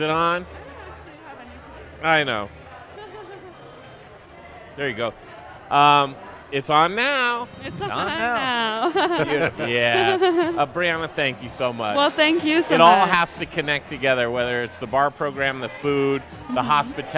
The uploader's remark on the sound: We're talking Colorado restaurants from the patio of one!